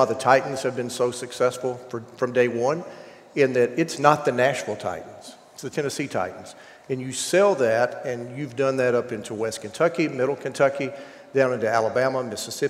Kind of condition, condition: setting, busy venue